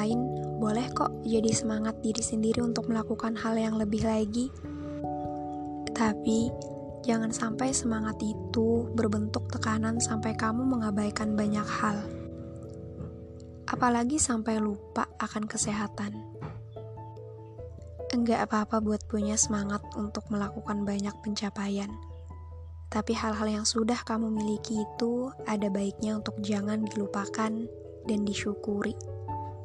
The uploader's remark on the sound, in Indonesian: Maaf kalooo berisik aku sambil pletekin bubble wrap.